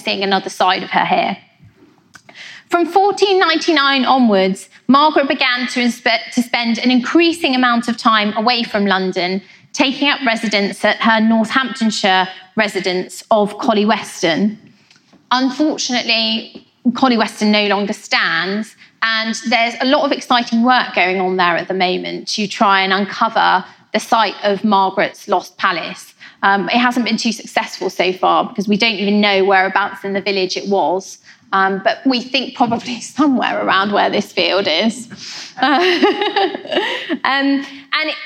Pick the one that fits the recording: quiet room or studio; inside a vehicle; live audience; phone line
live audience